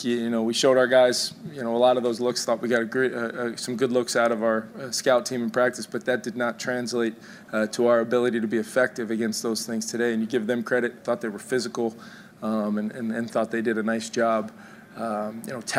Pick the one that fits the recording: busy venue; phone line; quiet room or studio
busy venue